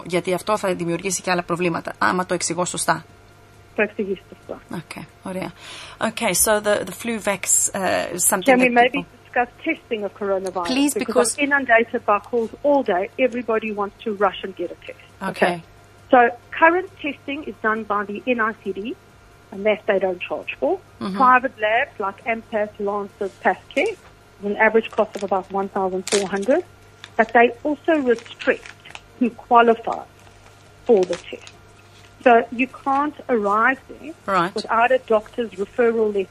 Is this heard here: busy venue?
no